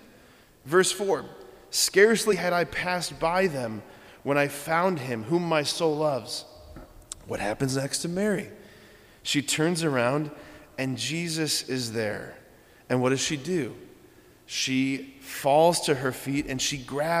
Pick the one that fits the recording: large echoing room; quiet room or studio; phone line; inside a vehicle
large echoing room